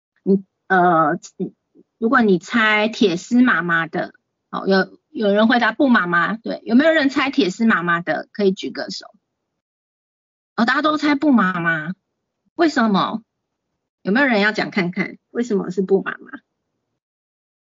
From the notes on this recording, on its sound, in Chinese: 講座錄音。此為線上課程錄音檔！